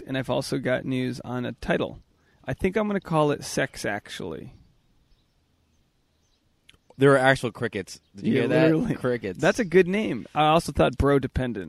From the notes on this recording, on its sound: This episode was recorded LIVE from a yard sale.